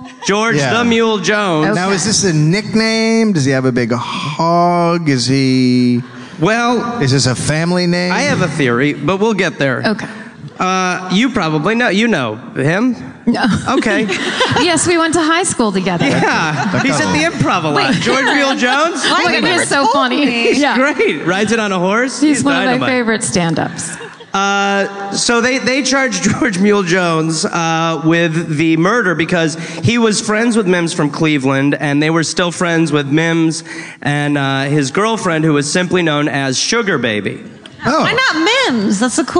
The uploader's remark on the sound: live from The Orpheum theater in Los Angeles!